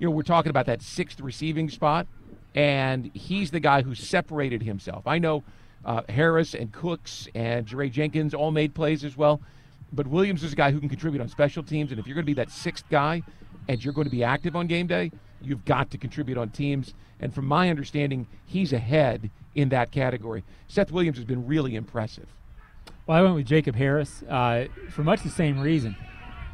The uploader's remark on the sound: Live From Joint Practice With the Lions. Take a LIVE look at joint practice with the Detroit Lions.